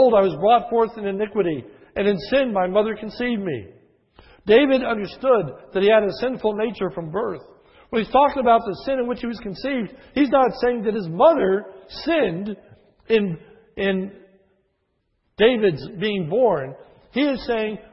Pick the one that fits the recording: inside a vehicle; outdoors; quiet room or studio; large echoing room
large echoing room